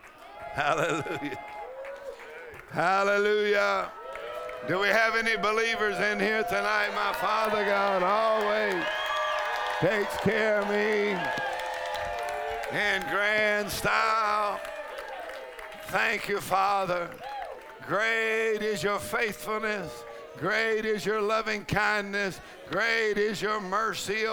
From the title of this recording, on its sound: Faith and Fire Conference: Monday Night